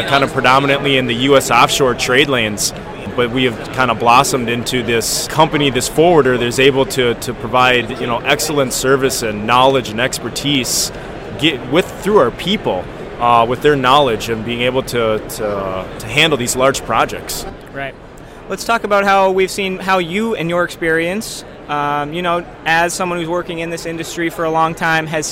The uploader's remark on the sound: LIVE From The Breakbulk Americas 2022 Trade Show Floor